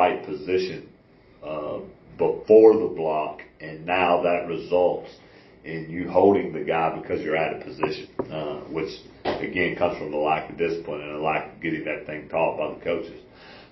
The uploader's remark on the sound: This interview was recorded at the Athens ISD Field House